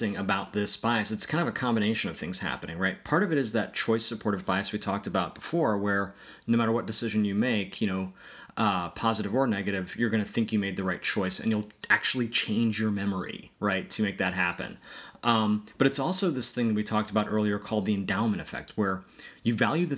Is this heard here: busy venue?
no